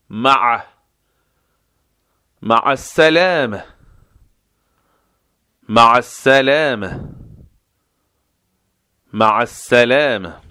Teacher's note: مع عین غلیظ از وسط حلق